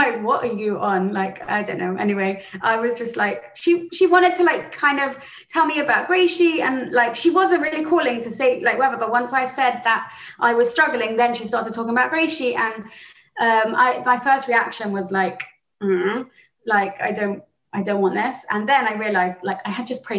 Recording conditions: video call